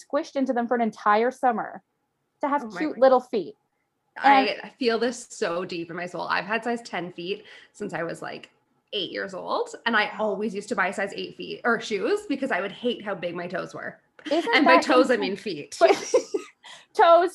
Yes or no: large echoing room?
no